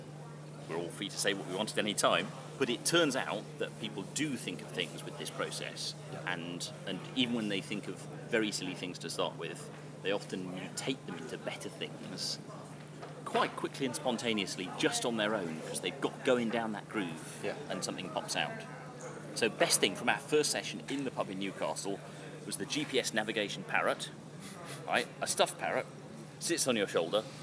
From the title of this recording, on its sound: recorded at EMF camp